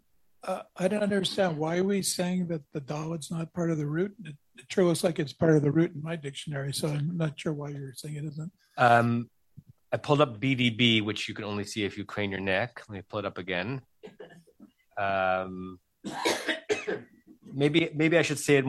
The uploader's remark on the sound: At Temple Beth Am, Los Angeles.